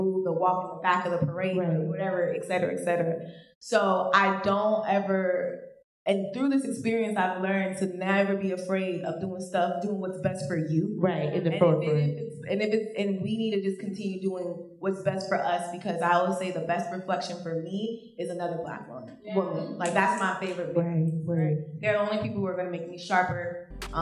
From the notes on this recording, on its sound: a live taping of #CareFreeBlackGirl